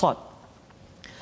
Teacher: Itulah sifat itibak dari segi bahasa melekat yakni istilahnya terangkat lidah menutupi langit-langit kita semasa menyebutnya